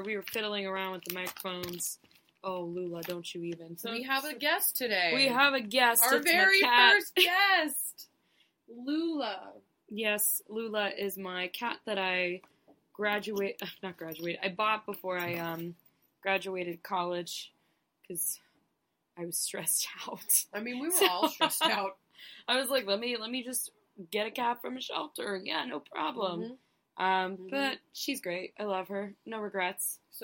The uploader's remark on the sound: We didn't figure out we had technical issues with the mics until after the episode had been recorded multiple times. We apologize for the audio quality during this one.